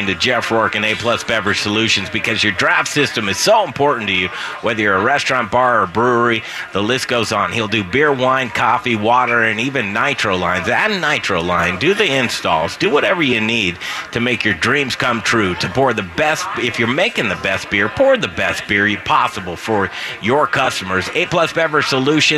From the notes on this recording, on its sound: We're live at Bruz Beers for their one year anniversary party! There's live music, food, games and much more!